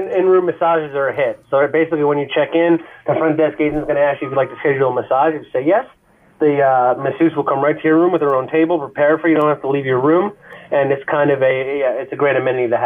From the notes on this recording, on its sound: We also had call ins. Joins us on the phone lines.